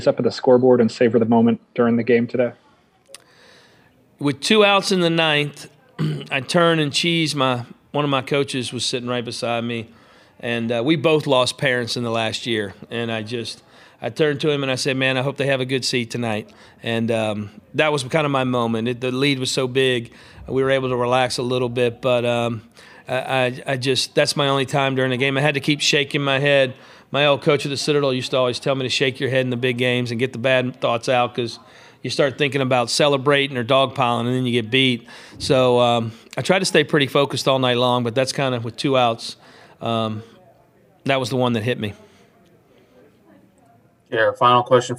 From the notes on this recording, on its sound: postgame, CWS Final press conference